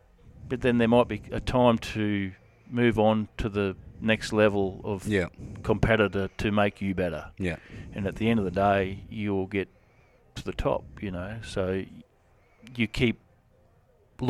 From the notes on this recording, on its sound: Sit down at the memorial roping just outside Warwick the weekend before the APRA National Finals.